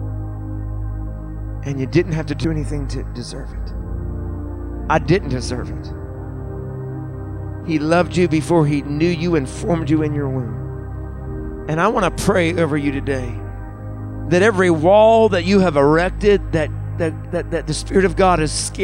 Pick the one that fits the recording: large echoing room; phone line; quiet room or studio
large echoing room